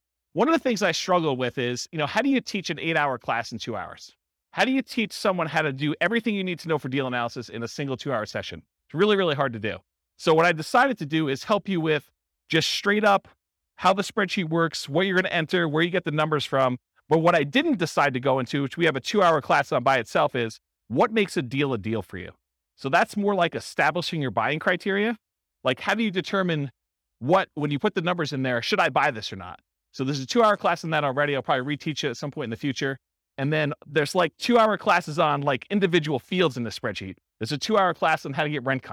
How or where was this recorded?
live audience